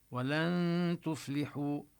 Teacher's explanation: الواو حكمها أنها تمد كالمد المنفصل الجائز، نمدها أربع حركات برواية حفص عن عاصم، هذا من طريق الشاطبية.